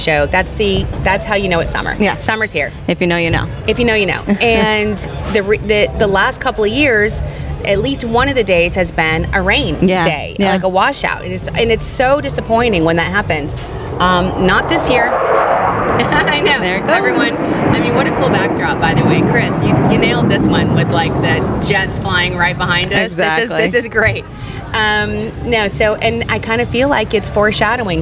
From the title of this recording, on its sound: On Location at the Bethpage Air Show at Jones Beach